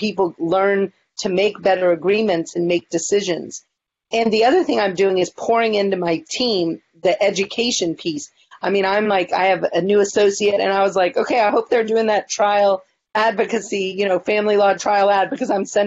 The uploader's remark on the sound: This week we’re sharing a Virtual Town Hall we hosted Live on Facebook in the Maximum Lawyer group.